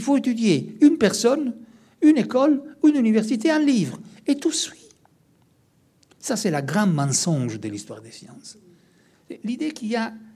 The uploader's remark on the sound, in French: Conférence inaugurale, dans le cadre du congrès de la Société française d’histoire des sciences et des techniques, qui s'est déroulée à Bordeaux du 19 au 21 avril.